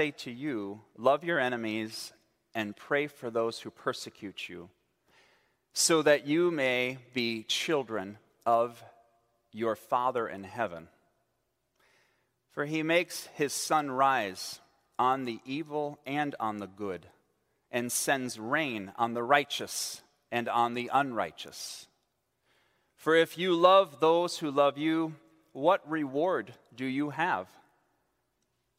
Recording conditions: large echoing room